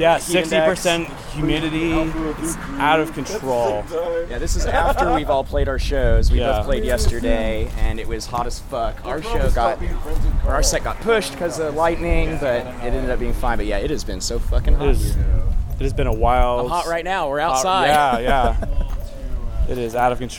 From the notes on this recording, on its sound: Live from Oblivion Access. A live transmission from the Oblivion Access festival in Austin, Texas.